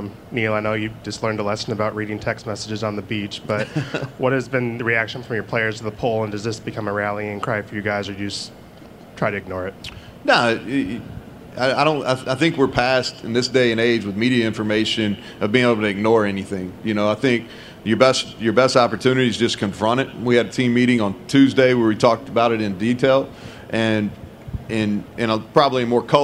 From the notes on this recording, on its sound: press conference at Big 12 Football Media Days